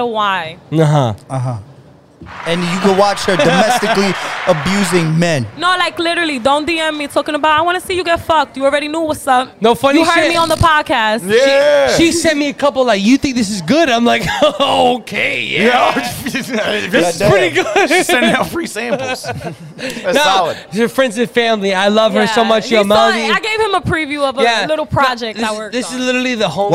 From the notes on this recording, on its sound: LIVE from Bronx Brewery. Stop by the Bronx Brewery for another very special Bad Business LIVE Show!